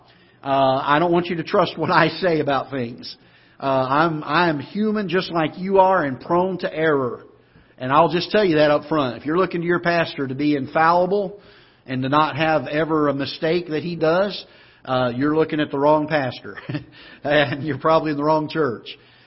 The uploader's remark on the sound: Ketha Heights Baptist Church ~ Live Broadcast